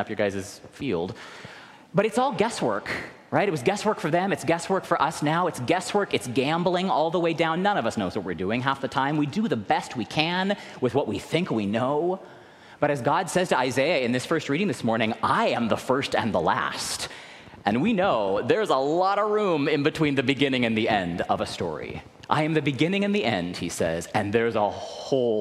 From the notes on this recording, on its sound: recorded live at the 10:00am service